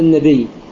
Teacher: هنا زائدة، فيقول له وجه واحد فقط هو الإبدال مع الإدغام، إبدال الهمزة إلى الياء ثم إدغام الياء الأولى في الياء الثانية فتقرأ بياء واحدة مشددة النبي. هذا توجيه الإبدال على أن الهمزة كانت هي الأصل ثم